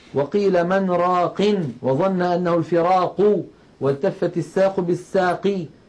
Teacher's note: فهذه القافات في الوصل متحركة، لكن عندما وقف عليها سكنت هذه القاف سكونا عارضا بسبب الوقف، وبالتالي صارت حروف قلقلة